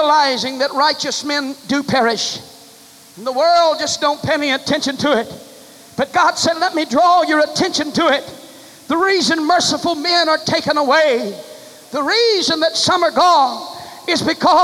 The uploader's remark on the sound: Delivered July 23, 1989 at First Apostolic Church in North Vernon, Indiana.